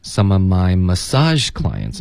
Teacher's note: My massage clients 要注意重音应该是 sage